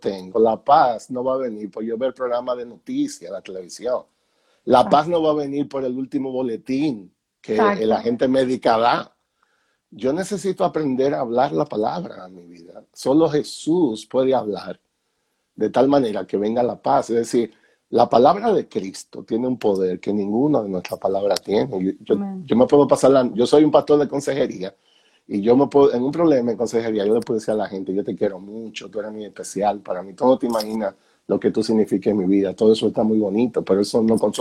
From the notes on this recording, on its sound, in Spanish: Una conversación MUY REAL sacada de un en vivo en Instagram